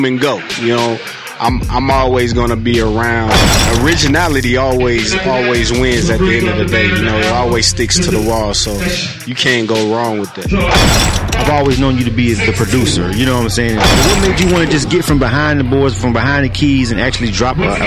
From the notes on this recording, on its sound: We was live at Makin' It Magazines monthly networking event "Music Monday's" in Atlanta